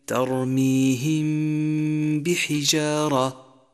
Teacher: فنلفظ بميم من غير تشديد مع بقاء الغنة، وهذا اللفظ مطابق للإقلاب في النون الساكنة. · Term: إخفاء شفوي